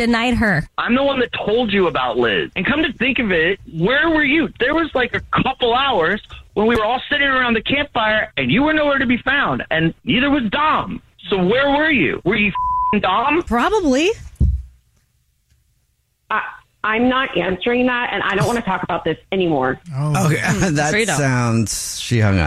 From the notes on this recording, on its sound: is on the phone today